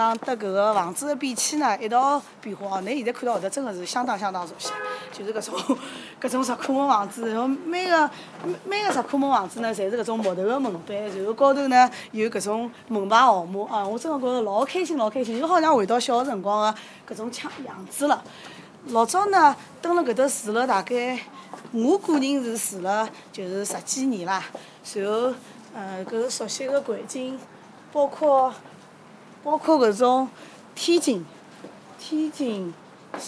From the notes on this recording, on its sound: Walking around the area